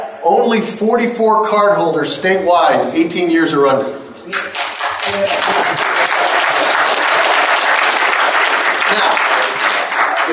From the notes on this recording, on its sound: Here is part 1 of the audio from the Helena Montana Medical Growers Assocation Cannabis Symposium. The whole event was streamed live, and I also recorded some video.